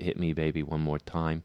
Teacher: That kind of glottalization of a T at the end of a word.